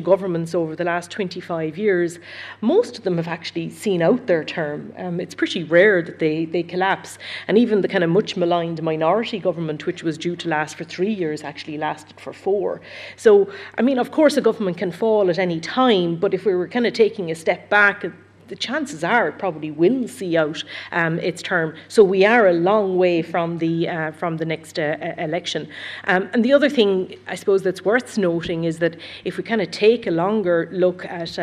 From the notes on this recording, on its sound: live debate on pressing issues with students at UCC